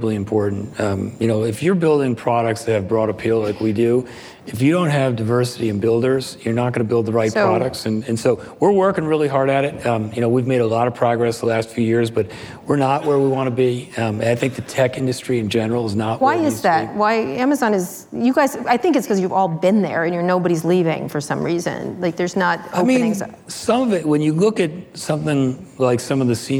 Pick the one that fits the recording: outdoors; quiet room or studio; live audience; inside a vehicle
live audience